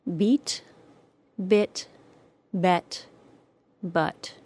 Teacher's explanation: As I describe these sounds, you'll notice that with each sound, the jaw opens slightly more and the body of the tongue drops